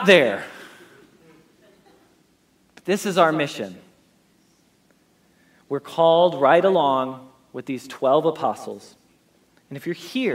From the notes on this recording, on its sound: Message Preached at Valley Creek Church